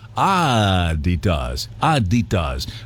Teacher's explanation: with a slight emphasis on the first syllable